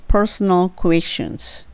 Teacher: 唇を入れてしまっての per っていう音ですね。ちょっとこう、こもった感じになります。 · Term: ER の音